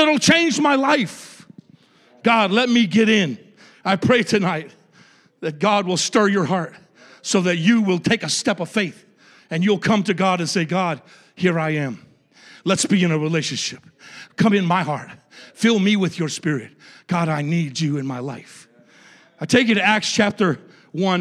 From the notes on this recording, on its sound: a service recording from Connect Point UPC